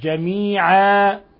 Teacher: وإذا وقفنا على جميعا فنبدل التنوين الفتح ألفا ويسمى مد عوض جميعا. واحذر من المبالغة في مد الألف لا تقل جميعا هذا لحن جلي وإنما جميعا.